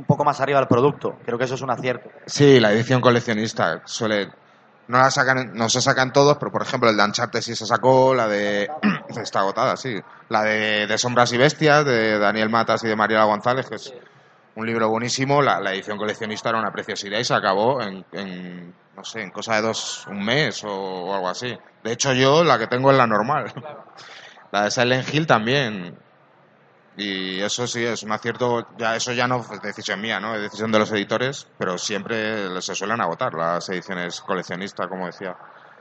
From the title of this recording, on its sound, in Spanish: Directo Madrid Games Week